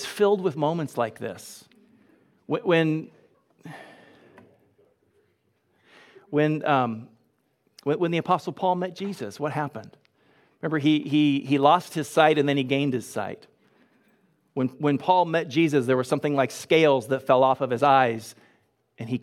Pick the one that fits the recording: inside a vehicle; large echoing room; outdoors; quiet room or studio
large echoing room